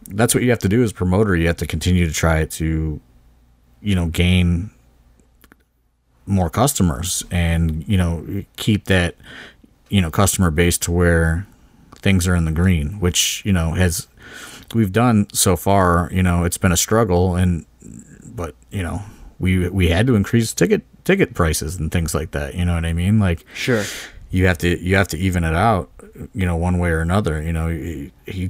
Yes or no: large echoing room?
no